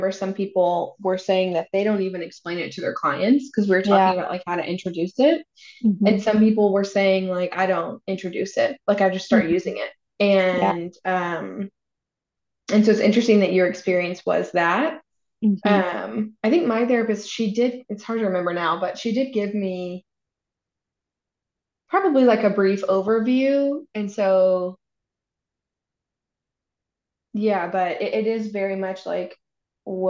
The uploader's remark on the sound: If you hate the quality of the sound, don't worry, so do we!